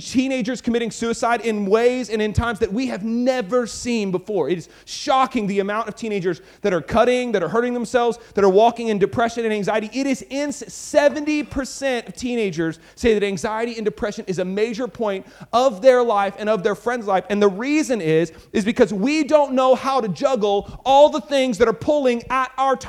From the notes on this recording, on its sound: speaks at Elevate Conference 2019